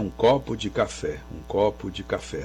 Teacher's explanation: a preposição de, que é um monossílabo, é uma preposição que a gente pronuncia sem intensidade tonal. Tanto que esse de costuma virar de. · Term: monossílabos átonos